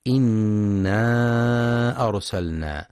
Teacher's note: ينتبه القارئ لتفخيم راء أرسلنا، فهي ساكنة وما قبلها مفتوح، وينتبه للمد المنفصل في إنا أرسلنا، يمد 4 أو 5 حركات في رواية حفص